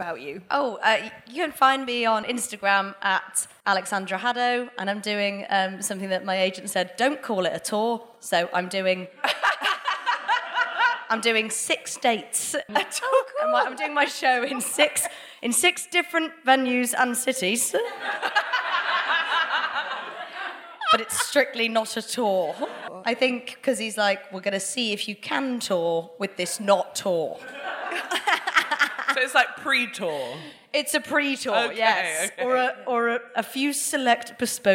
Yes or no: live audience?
yes